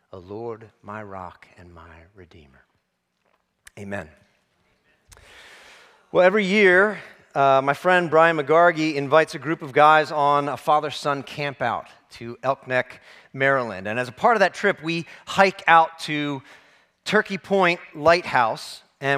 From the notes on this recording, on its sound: preached this sermon at Covenant Fellowship Church on September 24, 2023